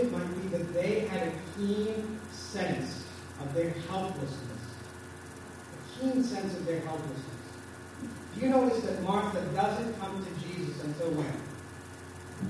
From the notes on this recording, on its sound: Our apologies for the poor sound quality of this recording.